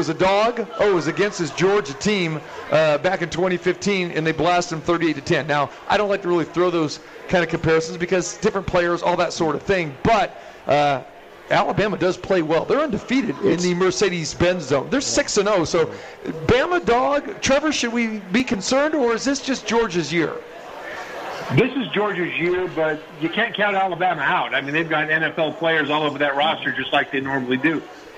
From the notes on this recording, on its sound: Live from The Cosmopolitan of Las Vegas